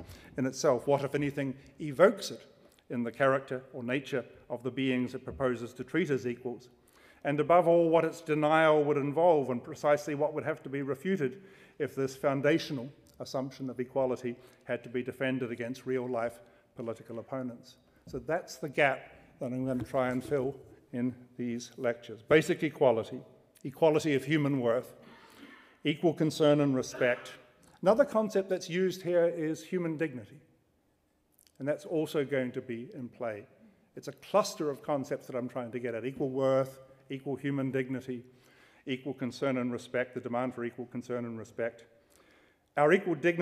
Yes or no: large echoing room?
yes